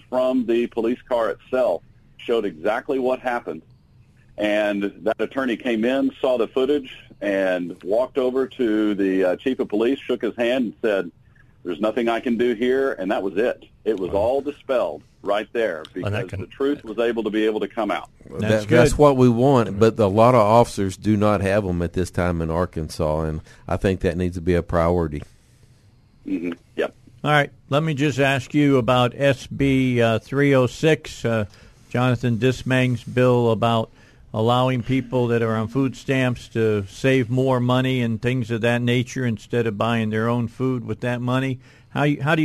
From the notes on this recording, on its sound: The Monday morning power panel got the week started with call ins.